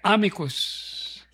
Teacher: Yun daw po Latin words, the accent is always on the first syllable